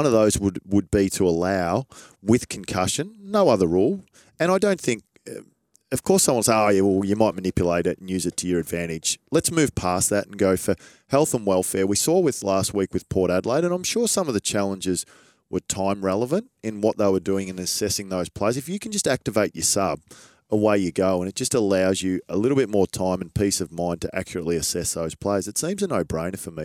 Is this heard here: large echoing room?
no